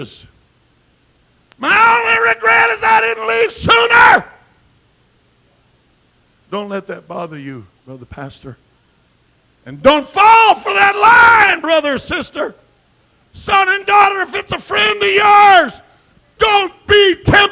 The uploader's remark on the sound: At Calvary Pentecostal Church in Jeanerette at the Jeanerette Bible Conference 2008.